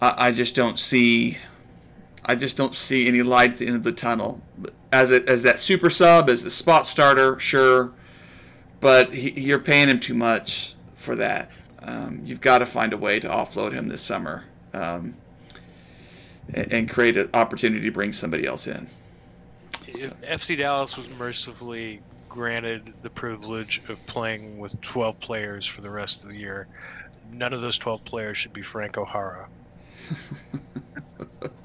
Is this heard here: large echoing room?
no